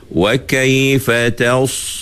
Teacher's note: Yang pertama huruf ta jangan tebal. Wa kaifa tas, huruf ta masih nipis.